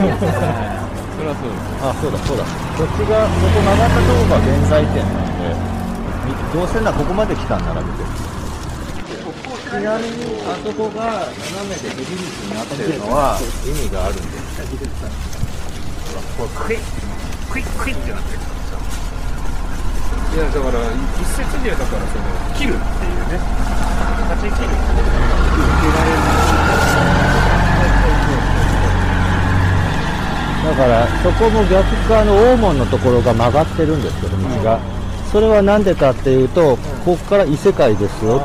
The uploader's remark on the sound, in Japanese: 新年1回目の収録は外に飛び出して町ブラロケ！せっかくここまで来たんだ足は吉原へと向かう。さっきの飛不動様から近くに吉原神社があるので、せっかくなので来ました。